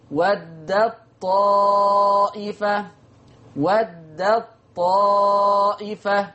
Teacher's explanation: دخلت التاء في الطاء